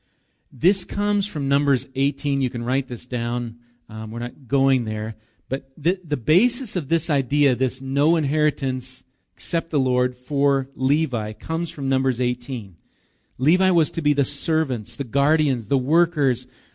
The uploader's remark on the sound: Recorded live at Bethany Bible Church on 8/11/19